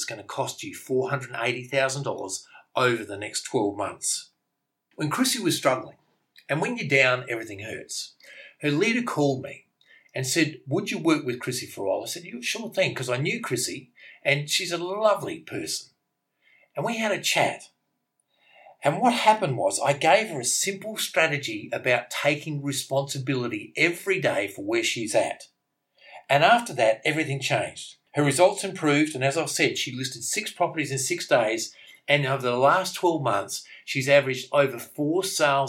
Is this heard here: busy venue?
no